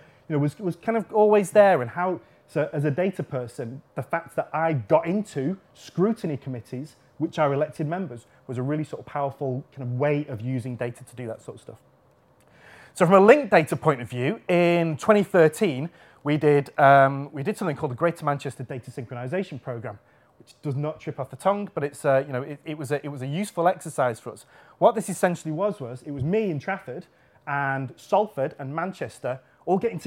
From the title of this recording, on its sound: Friday Lunchtime Lecture